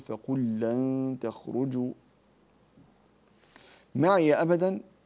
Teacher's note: فندغم اللام الأولى في اللام الثانية · Term: إدغام تماثيلين